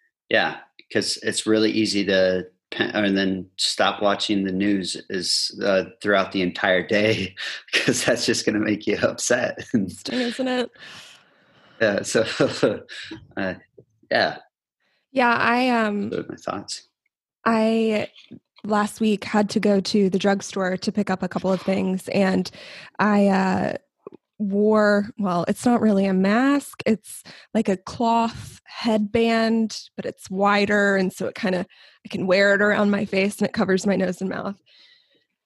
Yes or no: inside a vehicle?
no